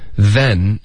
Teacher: Then 你要舌尖碰上齿，导致一个摩擦音。